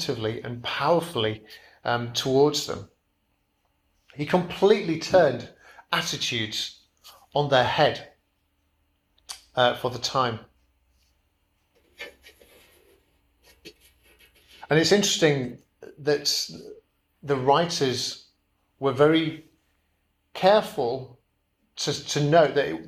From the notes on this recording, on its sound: Preached at Kirkby Stephen Evangelical Church